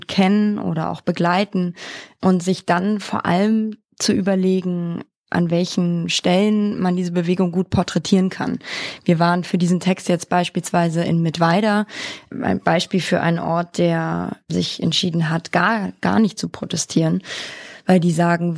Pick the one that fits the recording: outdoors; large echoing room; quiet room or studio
quiet room or studio